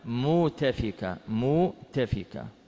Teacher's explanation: إبدال الهمز بحرف مد من جنس ما تلته